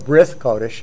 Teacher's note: one of the dialects of Hebrew, they take the T sound and turn it into a TH sometimes. Not modern Hebrew, but that's what they did.